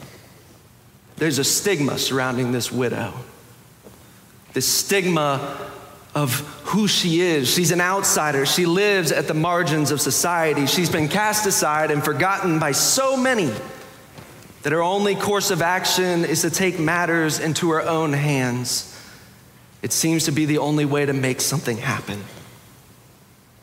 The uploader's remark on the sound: Preached October 16, 2022 in the Sanctuary Worship Service.